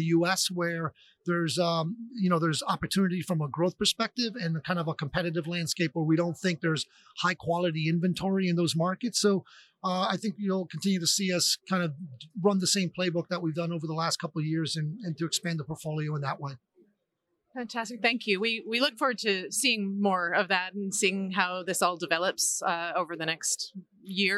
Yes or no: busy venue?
yes